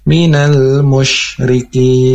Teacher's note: huruf shin, atau harus keluar dibarengi dengan nafas.